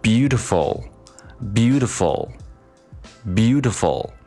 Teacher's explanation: 那么重音呢是在第一个音节 bu 上面 · IPA: /ˈbjuː.t̬ə.fəl/